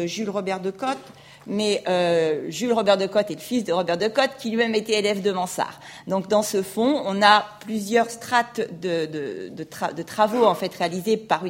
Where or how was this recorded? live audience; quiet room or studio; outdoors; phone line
live audience